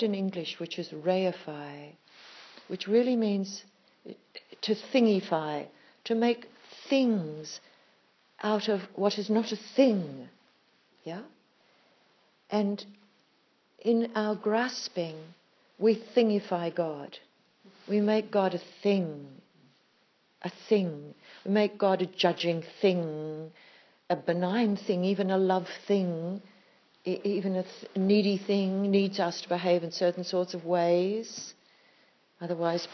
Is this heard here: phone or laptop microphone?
yes